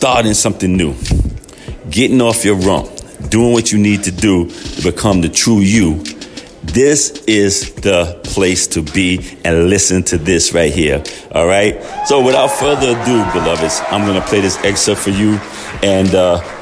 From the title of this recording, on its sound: Live from Podfest